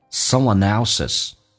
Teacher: 但是 l 要发出来，舌尖抬起来，靠向你的上齿龈，叫 o。Someone else's. · Term: 连音